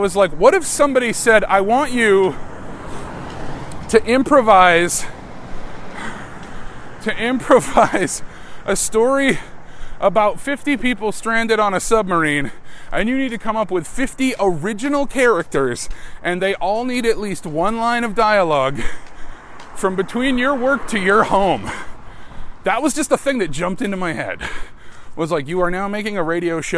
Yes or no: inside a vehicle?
yes